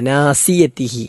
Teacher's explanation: ആഖിദുൻ ബിനാസിയതിഹി, നാസിയത് സാദ് സീനല്ല, നാസിയതിഹി. ഇംഗ്ലീഷിലും മലയാളത്തിലുമൊക്കെയുള്ള എസ് സ അല്ല, ഇത് സാദാണ്, വായ നിറച്ചുച്ചരിക്കേണ്ട അക്ഷരമാണ്